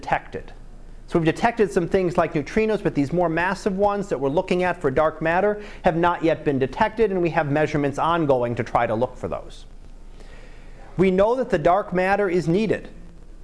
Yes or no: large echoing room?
yes